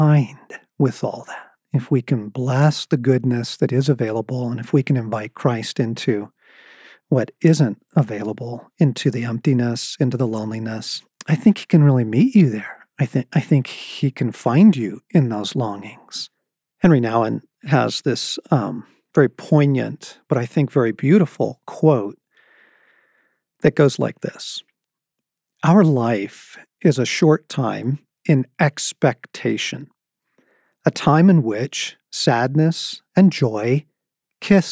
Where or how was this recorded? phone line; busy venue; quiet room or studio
quiet room or studio